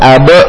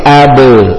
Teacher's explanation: ba huruf qalqalah sughra dipantulkan · Shown in: second take